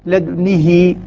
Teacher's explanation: الذي يكسر الهاء يصلها بياء